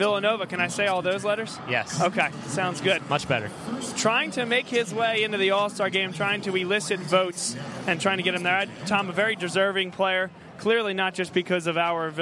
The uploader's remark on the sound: BLS Live From The Prudential Center. Go live from the Prudential Center in Newark, NJ, home of the Seton Hall Pirates, before the team's Big East matchup against Villanova.